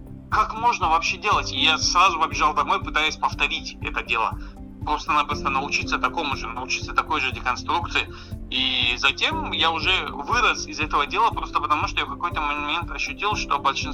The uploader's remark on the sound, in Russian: Мы связались с писателем по телефону.